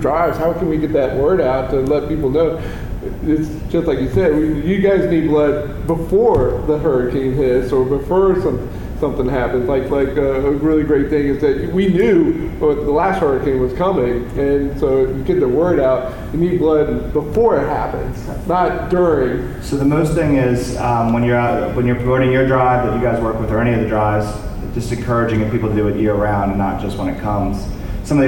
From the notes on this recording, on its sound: the audio we recorded during the CARTOONISTS DRAW BLOOD panel from Sunday, September 30 at Baltimore Comic-Con 2018